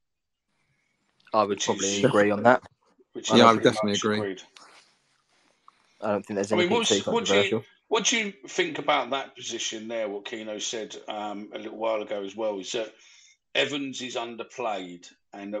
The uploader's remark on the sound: This is the live show recorded using twitter spaces